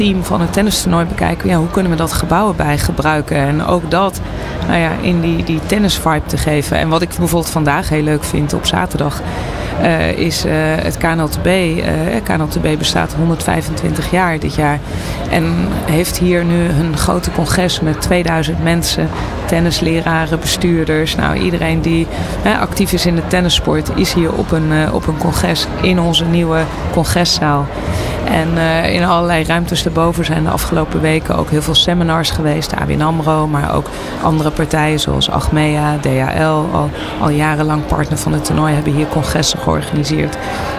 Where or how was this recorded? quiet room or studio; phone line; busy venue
busy venue